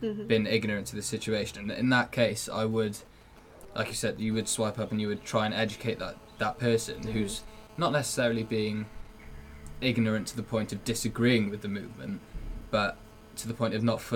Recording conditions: sounds in the background